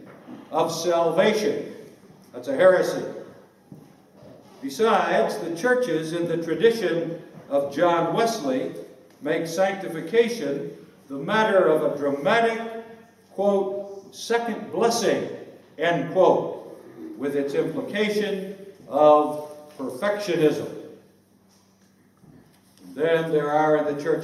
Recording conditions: large echoing room